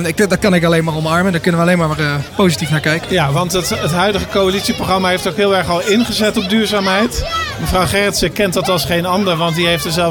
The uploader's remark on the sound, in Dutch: Live vanaf de activiteitenmarkt in Houten